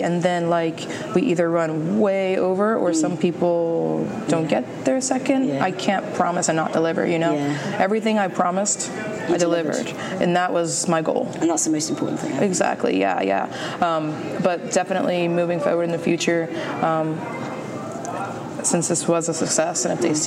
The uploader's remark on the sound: LIVE from WentworthCon 2019. Live from Wentworth Con in NJ.